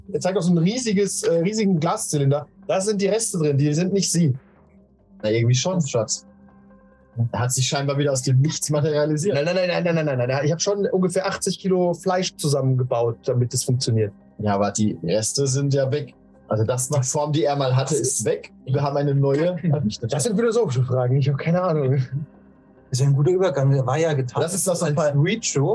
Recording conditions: poor sound quality